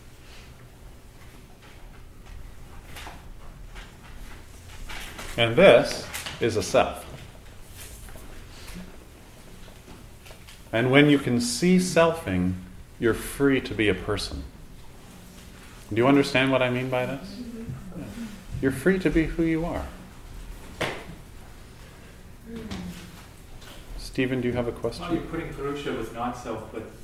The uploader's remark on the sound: recorded in front of a small group in Toronto in 2015